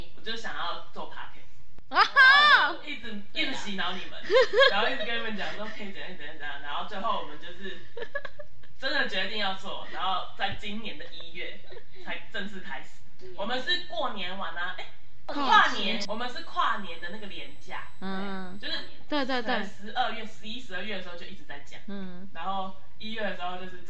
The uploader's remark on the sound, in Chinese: 雖然音質爛炸。